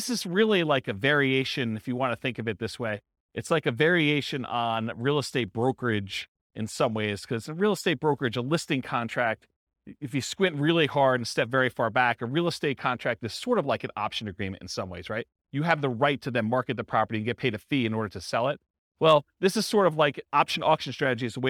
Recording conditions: live audience